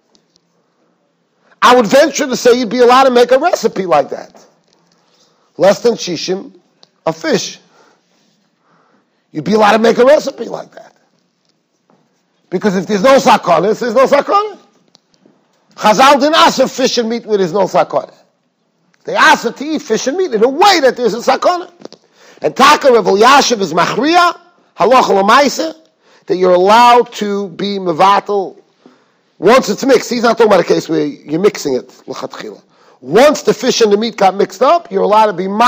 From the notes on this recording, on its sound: Shiur recorded in Yeshivas Ohr Reuven, Monsey, NY.